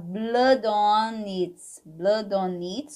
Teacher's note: Que esse blood, se a gente unir aqui, a gente pode cantar Blood on It, Blood on It ou Blood on It também. O D pode ficar com som de R